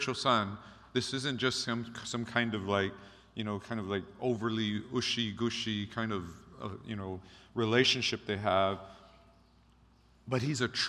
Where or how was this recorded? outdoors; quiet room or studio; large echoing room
large echoing room